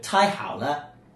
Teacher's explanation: we got the tai, which is the fourth tone, and hao, which is the third tone, and then le, of course, which is neutral